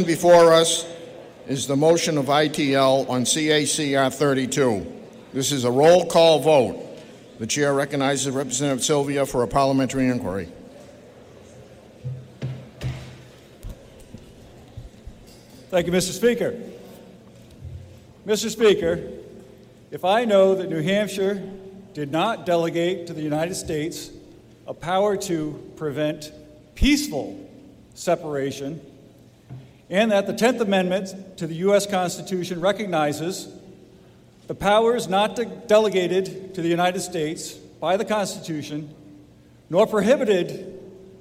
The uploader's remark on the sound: This is a live recording of the New Hampshire House of Representatives from March 10, 2022.